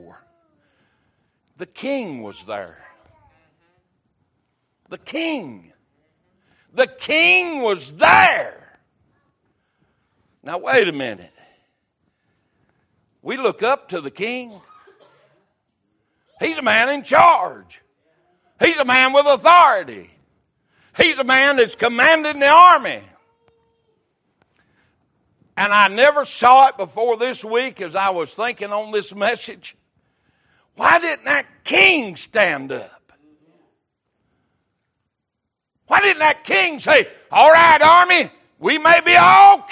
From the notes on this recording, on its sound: Sunday Morning Service